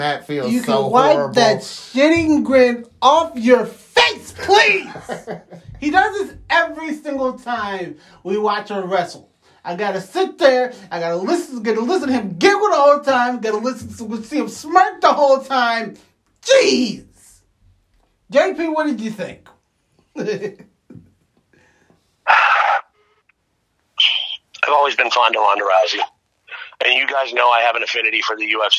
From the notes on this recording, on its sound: Sorry for the Audio. Call was long distance.